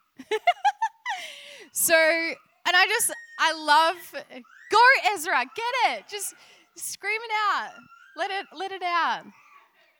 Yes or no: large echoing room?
yes